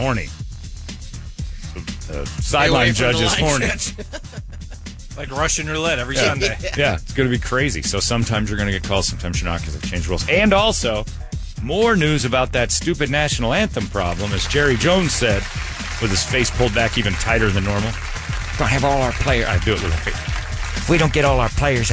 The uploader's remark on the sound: Phone Interview